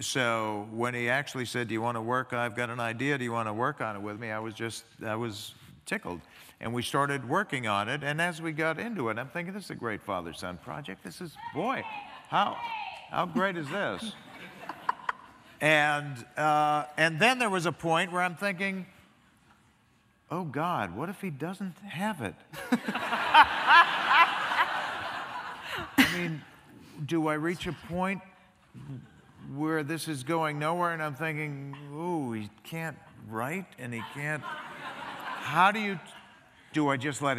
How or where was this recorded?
live audience